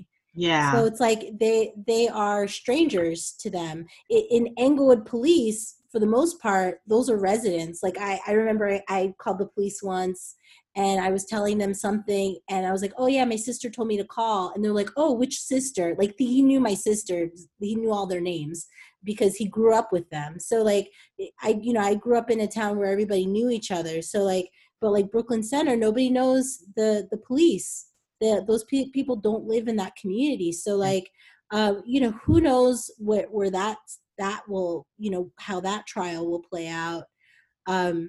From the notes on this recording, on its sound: get on Zoom with me